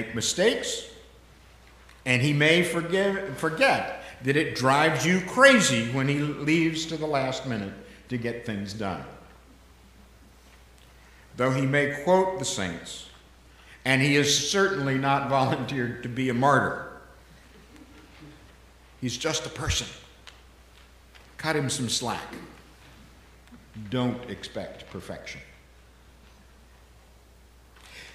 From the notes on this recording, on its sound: The conversation is followed by the prayers, music, and sermon from Sunday's livestream service. Recorded live each week at First Pres in beautiful historic downtown New Bern, North Carolina.